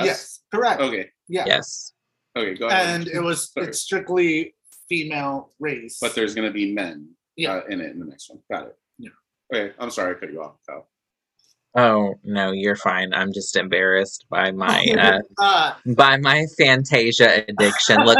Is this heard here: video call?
yes